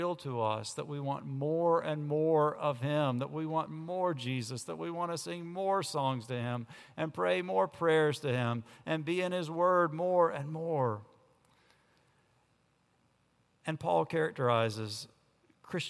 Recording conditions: large echoing room